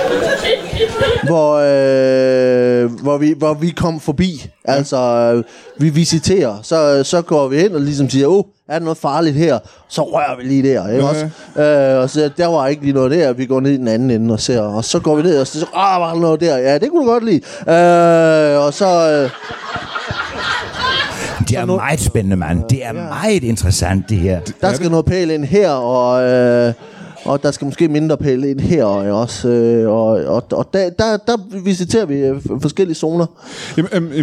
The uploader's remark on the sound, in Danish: LIVE fra Ramsømagle. Ugens afsnit er optaget i Ramsømagle forsamlingshus foran et episk publikum.